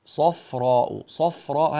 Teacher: في قوله تعالى بقرة صفراء فاقع لونها، كلمة صفراء هذه الفاء لابد أن تكون مرققة، ولا يمتلئ الفم بالهواء عند نطق هذه الفاء، فلا نقول صفراء صفراء، هكذا فخمت الفاء تفخيما شديدا، وهذا غير صحيح، الفاء مرققة بشكل دائم.